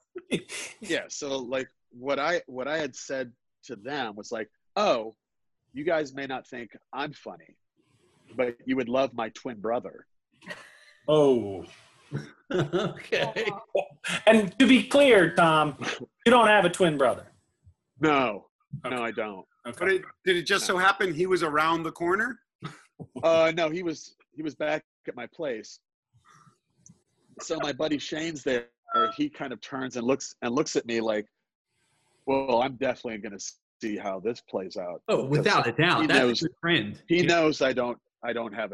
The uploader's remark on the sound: Two stories recorded for a live ZOOM Audience.